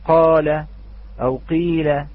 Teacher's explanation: ليس هناك زمن في حرف القاف ولا في حرف الطاء، وإنما الحركة هي فقط زمن هذا الحرف، الحركة التي فيها هو زمن هذا الحرف.